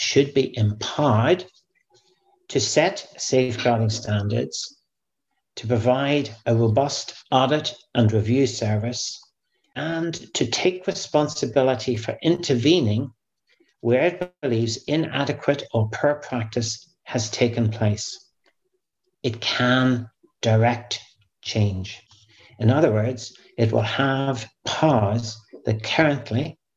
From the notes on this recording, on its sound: Safeguarding - Virtual Press Conference. A press conference that took place virtually.